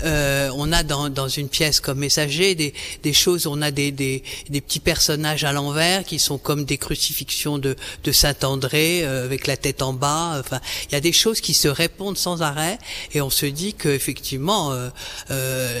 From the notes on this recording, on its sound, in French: Emission spéciale en direct du Musée Jenisch de Vevey